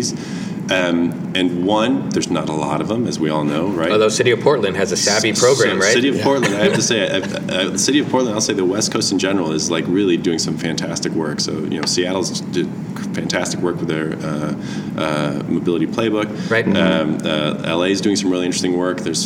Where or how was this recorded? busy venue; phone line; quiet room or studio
busy venue